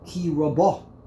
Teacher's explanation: the trop is on lamata. Lamata means on the last syllable.